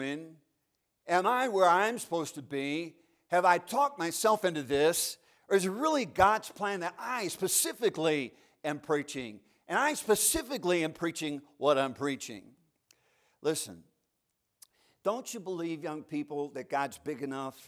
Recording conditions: large echoing room